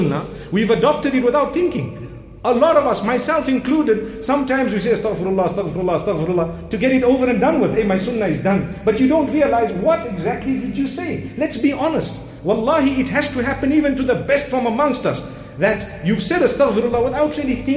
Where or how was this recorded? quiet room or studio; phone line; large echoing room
large echoing room